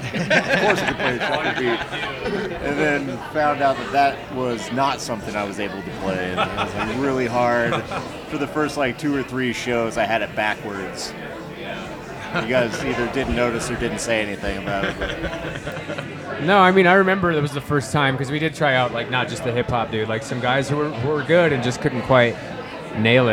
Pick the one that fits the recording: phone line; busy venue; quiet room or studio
busy venue